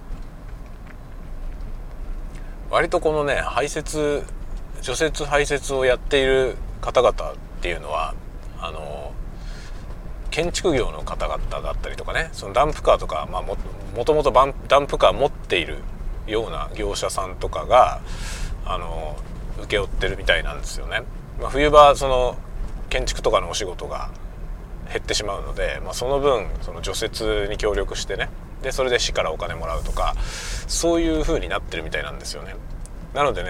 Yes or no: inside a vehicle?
yes